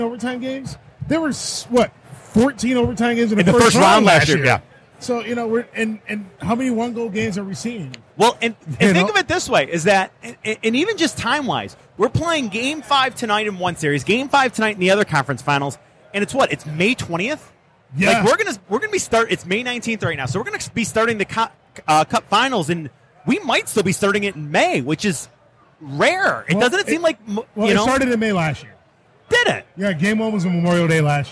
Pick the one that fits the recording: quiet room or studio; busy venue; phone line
busy venue